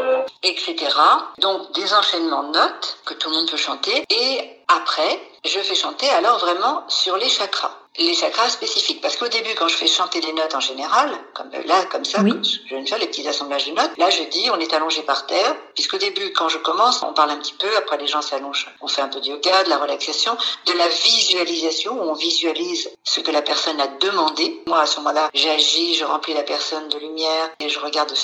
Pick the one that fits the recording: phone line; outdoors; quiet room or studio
phone line